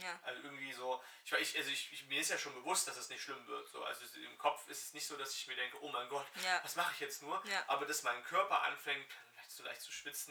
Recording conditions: uneven or low level